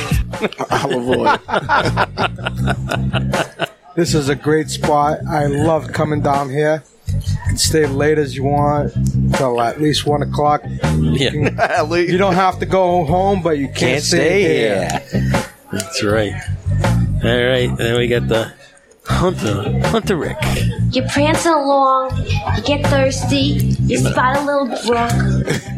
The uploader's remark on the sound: Local Spotlight: Boston cigar Club, Charlestown, MA. Our first episode from the Boston Cigar Club.